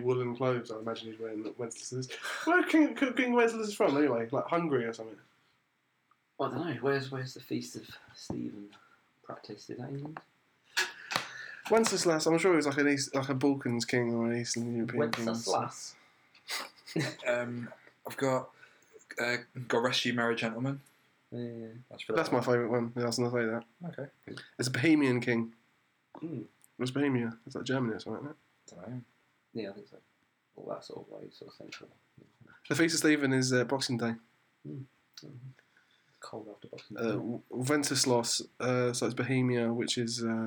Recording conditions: poor sound quality